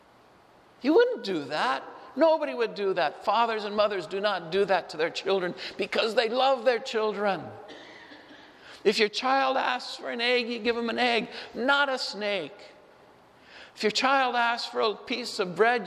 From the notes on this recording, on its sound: Homily delivered at Saint Francis Assisi Church, Spokane.